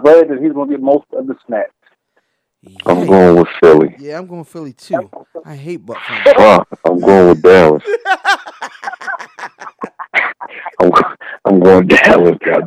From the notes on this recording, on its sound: took a few moments to hop on the phone